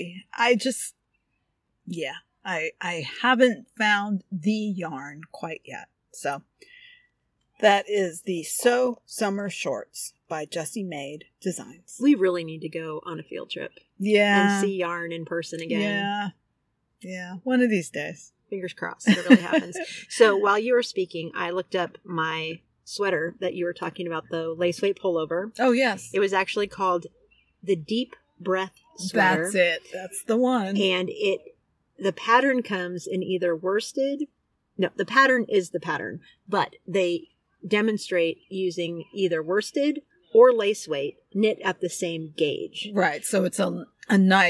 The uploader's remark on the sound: Knitting at the Yacht Harbor! In this episode, we record live at the Santa Cruz Yacht Harbor for the first time in years!